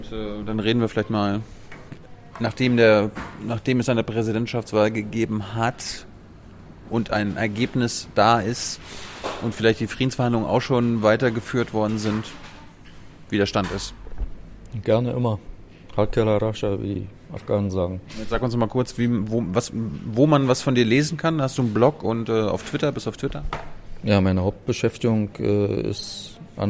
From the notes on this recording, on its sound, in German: Januar 2019 im Ocelot ("not just another bookstore", Brunnenstraße 181, 10119 Berlin) aufgenommen.